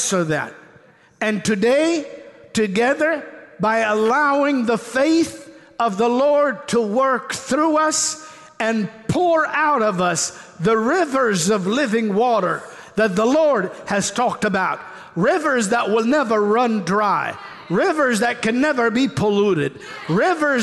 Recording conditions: large echoing room